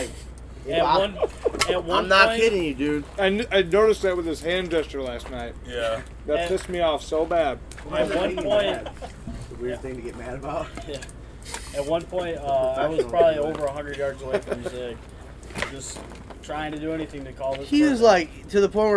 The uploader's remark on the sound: This is 2 separate recordings sandwiched into one episode. Both recorded during our Ohio public land turkey hunt.